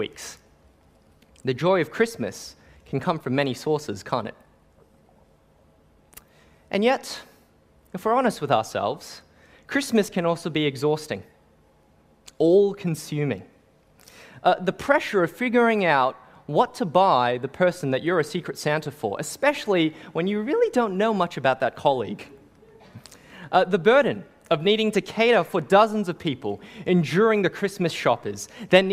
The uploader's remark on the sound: Sermon preached on 24 December 2021 at St. Paul's Anglican Church.